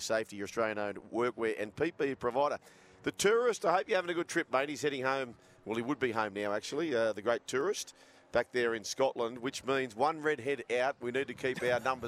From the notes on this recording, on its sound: broadcasting live from the Moore Park Golf Club